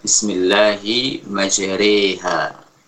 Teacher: Yang dimaksud di sini adalah mengucapkan ra tersebut antara suara fathah dan kasrah. · Term: imalah